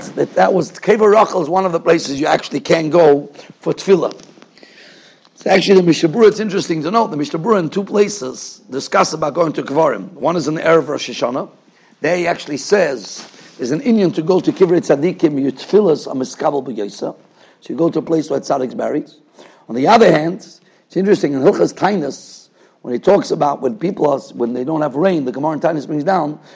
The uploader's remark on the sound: Shiur recorded in Yeshivas Ohr Reuven, Monsey, NY. Shiur given to Mesivta.